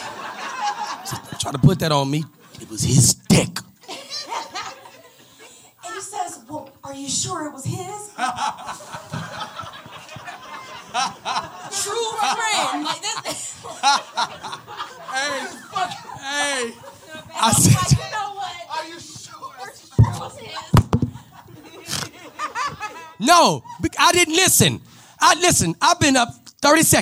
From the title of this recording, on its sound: LIVE in Dallas